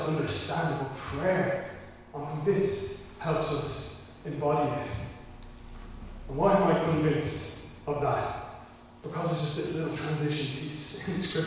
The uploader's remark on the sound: Recorded live in Liberty Church on 1 August 2021